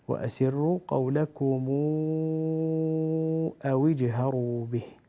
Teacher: في كلمة قولكم ميم جمع وبعدها همزة قطع، وورش في هذه المسألة يصل ميم الجمع ويمدها بمقدار 6 حركات. يقول: وأسروا قولكم أو اجهروا به.